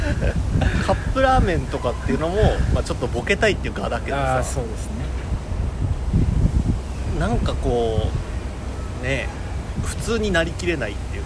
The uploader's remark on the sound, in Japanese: 屋上で収録した。外気と一緒。